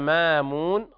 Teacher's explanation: قرأ ورش بإبدال الهمزة ألفا لأن قبلها مفتوح والفتح يناسب الألف، أبدلها ألفا مدية لانفتاح ما قبلها وهي ساكنة.